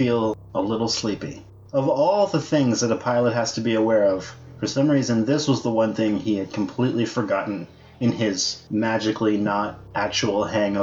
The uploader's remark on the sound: NOTE* for the next three episodes, our sound quality dips as a result of some technical difficulties.